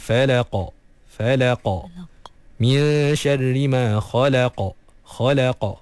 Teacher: jadi bila kita baca huruf qaf, kita kena lantunkan dia. · Term: qalqalah